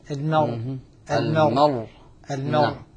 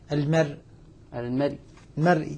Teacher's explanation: الراء المكسورة عند الوقف عليها بالروم، الراء الساكن عند الوقف عليها بالروم ترقق تبعا للراء المكسورة المرققة · Shown in: second take · طبعا الإشكال الذي ربما يصادفنا الآن في هذه المقاطع أن الروم هو ثلث الحركة.